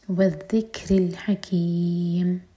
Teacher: رو کے نیچے کسرت رو باریک حکیم ح حلق سے میم کو ساکن کریں گے تو مد عادل سکون اور میم پر ان میں جھٹکا نہ ہو.